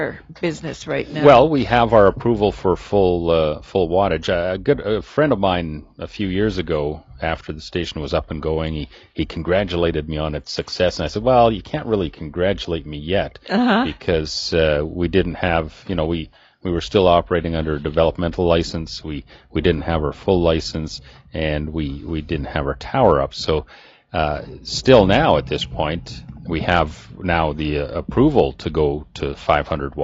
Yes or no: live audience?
no